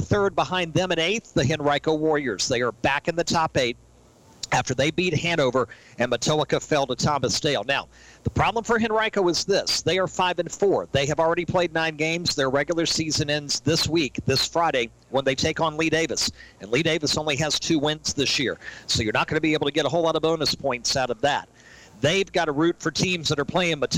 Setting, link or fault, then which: setting, busy venue